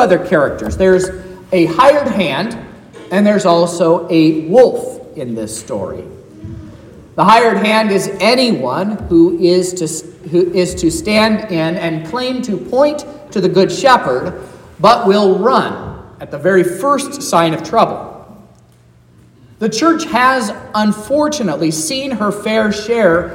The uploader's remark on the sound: This is the sermon preached at Trinity Lutheran Church in Vallonia, Indiana.